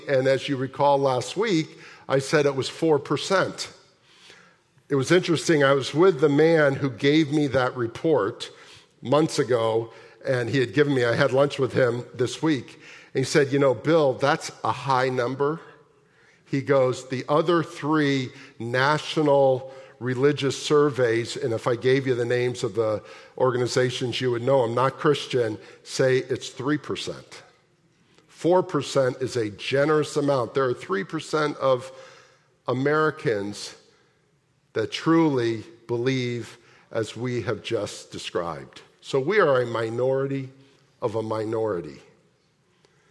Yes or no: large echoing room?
yes